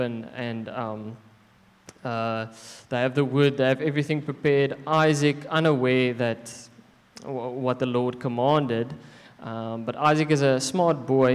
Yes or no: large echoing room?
yes